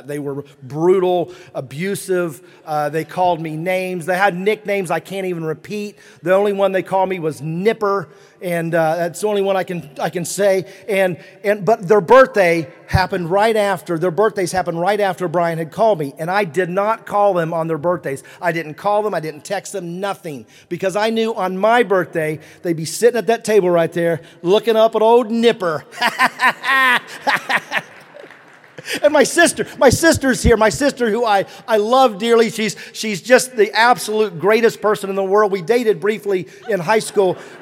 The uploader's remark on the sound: speech from the 2023 Kentucky Entrepreneur Hall of Fame ceremony in Lexington, KY on November 2, 2023